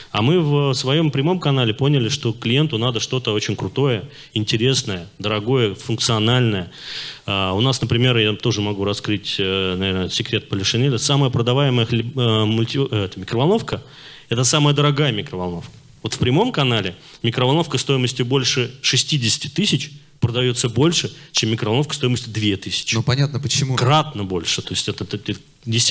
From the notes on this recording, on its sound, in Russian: Перед вами запись с конференции D2C Day.